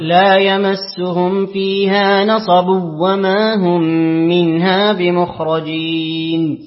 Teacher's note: أقرأ لخلف بترك الغنة.